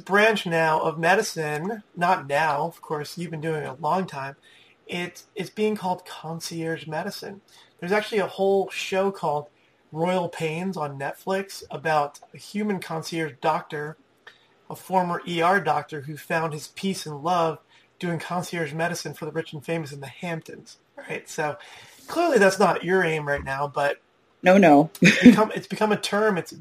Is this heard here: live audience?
no